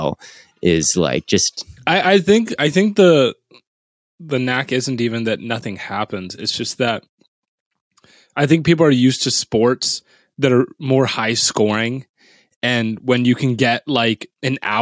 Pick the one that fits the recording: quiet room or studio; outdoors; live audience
quiet room or studio